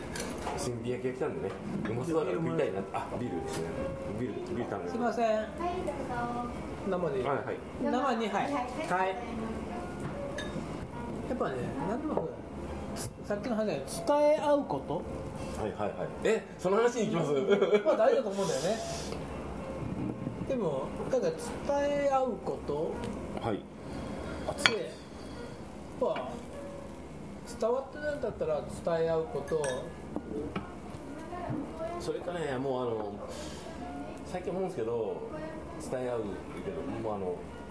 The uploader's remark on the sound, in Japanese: ご近所の居酒屋「癒」でのゲリラ収録２周目です。